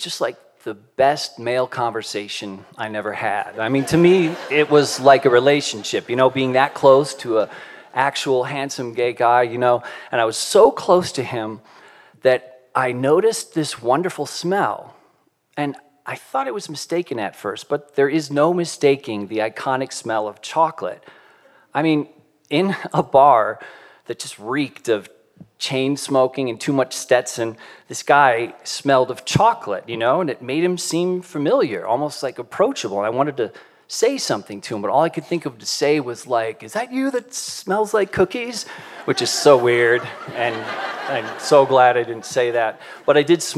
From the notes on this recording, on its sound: Live from Jackson. In front of a live audience in Jackson, Wyoming.